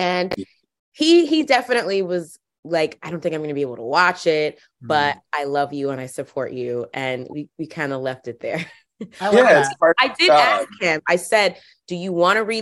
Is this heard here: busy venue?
no